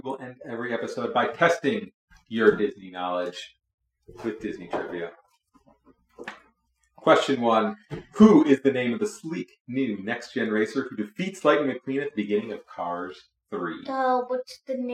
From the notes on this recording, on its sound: We are working on improving audio so stay tuned as we get better at this.